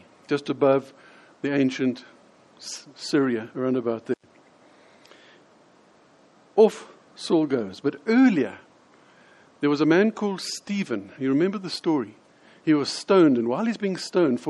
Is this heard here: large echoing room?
yes